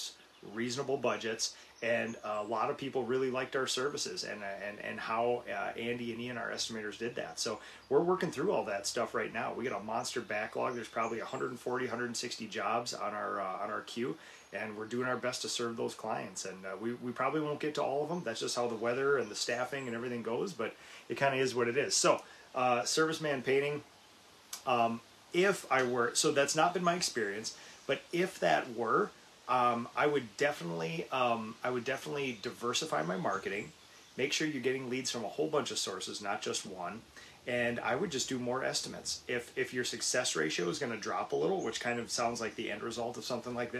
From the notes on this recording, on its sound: Live from the #boxblind on the #slavikfarm!